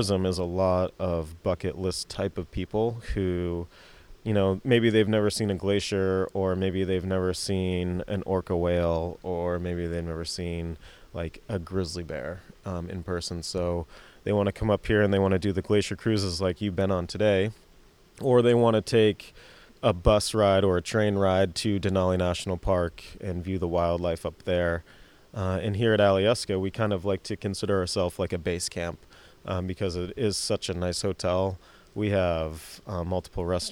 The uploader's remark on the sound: Live from the road. Crew got an exceptional opportunity to visit the Alyeska Resort in Girdwood, Alaska.